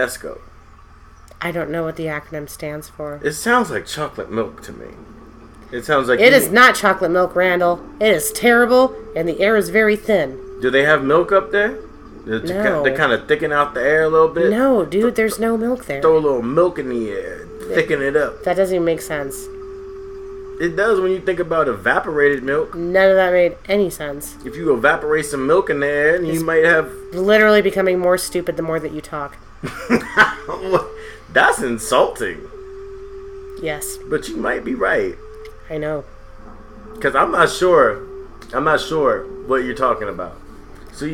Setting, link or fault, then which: fault, sounds in the background